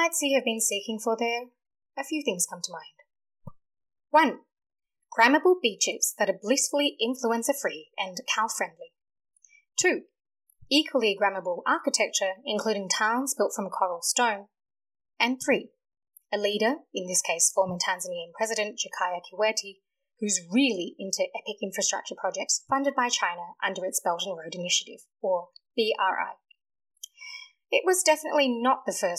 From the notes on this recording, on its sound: Apologies for the delay and the sound issues this week. The technical gods were not our friends.